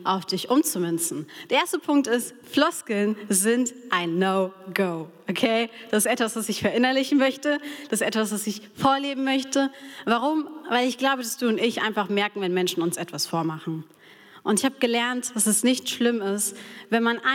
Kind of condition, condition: setting, live audience